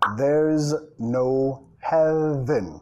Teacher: there's, sonido Z y es el verbo, tenemos que pegar ese sonido, there's no heaven, ya, enfatización, acentuación de la palabra heaven, imagine there's no heaven, imagine there's no heaven.